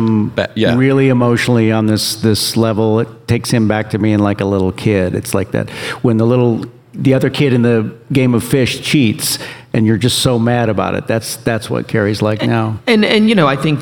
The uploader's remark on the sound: Took the Forward Podcast on the road in front of a live audience. Texas Tribune Festival.